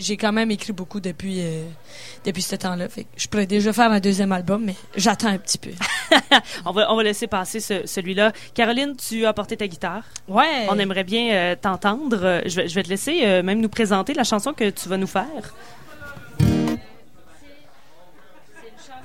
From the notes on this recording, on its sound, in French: en direct du bar le Sacrilège, sur les ondes de CKRL 89,1